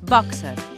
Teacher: Fixeu-vos com hem de pronunciar el terme boxer, amb O oberta i E neutra.